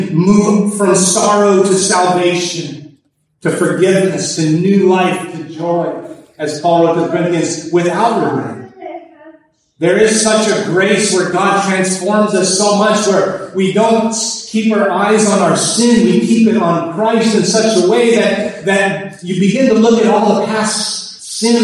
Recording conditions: poor sound quality